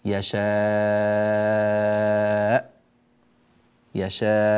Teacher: من أراد أن يقف هنا فإن عليه التنبه إلى هذه الهمزة وأن يعطي هذه الهمزة حقها، فيقول يشاء يشاء، يضغط بصوته هكذا ويغلق حنجرته جيدا لتكون الهمزة واضحة منقطعة الصوت تماما، ويظهر فيه يظهر فيها هذا القطع.